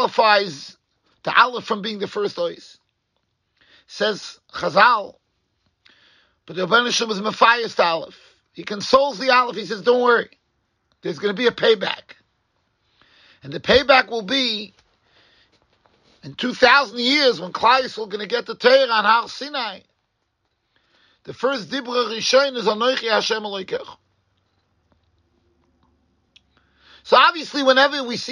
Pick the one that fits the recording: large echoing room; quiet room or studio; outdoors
large echoing room